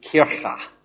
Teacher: Difference between K and CH, that deep guttural down there, Kirche · Term: guttural sound